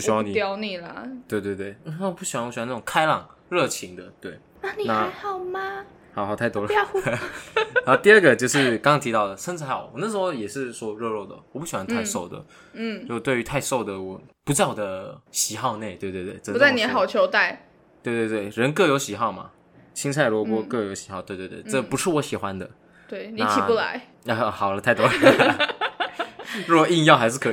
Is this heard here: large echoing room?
no